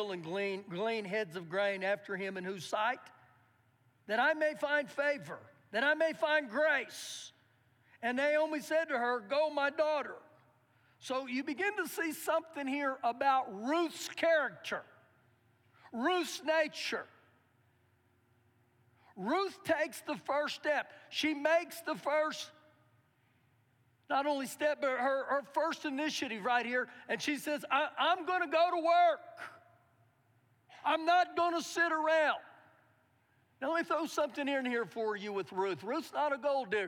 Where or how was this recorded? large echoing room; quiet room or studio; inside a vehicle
large echoing room